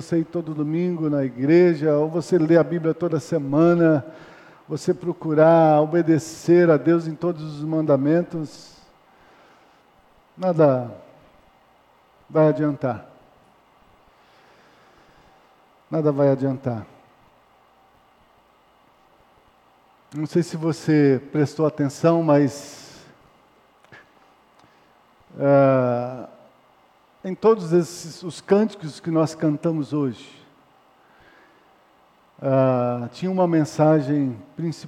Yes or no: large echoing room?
yes